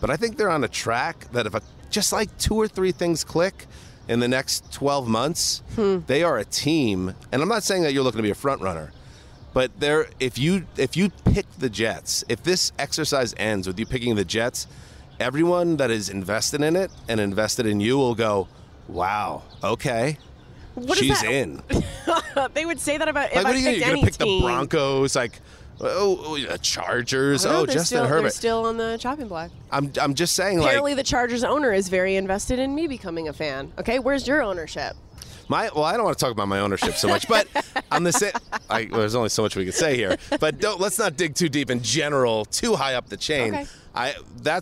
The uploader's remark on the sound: Poolside at the Bellagio Hotel in Las Vegas.